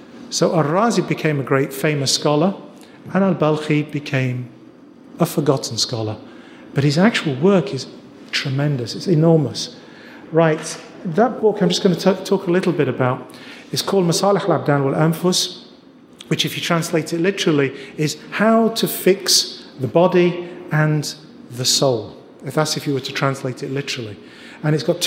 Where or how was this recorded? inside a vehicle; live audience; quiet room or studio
live audience